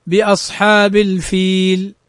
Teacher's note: نلحظ أن بعد أن قبل اللام ياء، والياء من حروف المد، فيجوز أن نمدها حركتين · Term: المد العارض للسكون